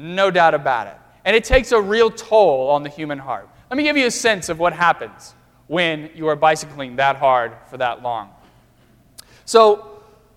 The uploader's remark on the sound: during the Crossroads service (9:30 am) on Sunday, March 6, 2016, at First Presbyterian Church of Arlington Heights, Illinois.